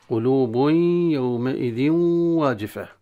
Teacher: وعلى القارئ أن ينتبه أن يأتي بالإدغام الناقص كما هي، يأتي بالياء مع الغنة، يأتي بالواو مع الغنة، لا أن يأتي بالياء خالصة ويطول فيها ثم يأتي الإدغام التنوين في الواو، يأتي بالواو خالصة ويطول فيها ويعني يظهرها كأنها هي أتى بالغنة، ليست غنة.